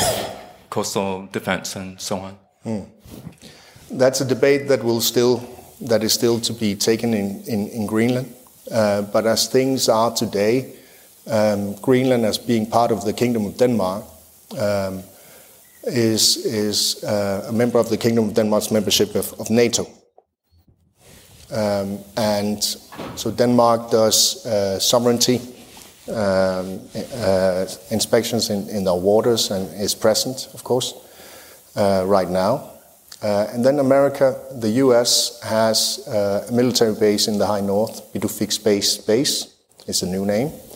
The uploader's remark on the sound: This event originally took place at the 2023 Arctic Circle Assembly. The speech is followed by a Q&A with the audience.